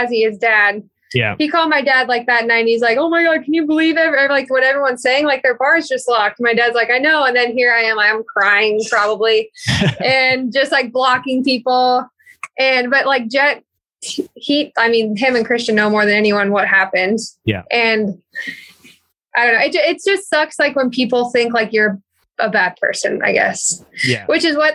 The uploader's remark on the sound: Are joined on zoom by one of the power couples of the moto industry in the US.